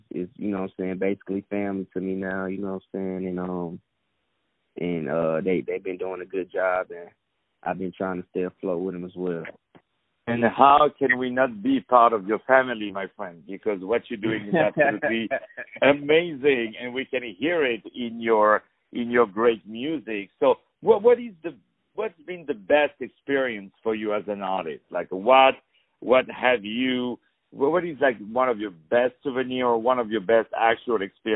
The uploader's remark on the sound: On the phone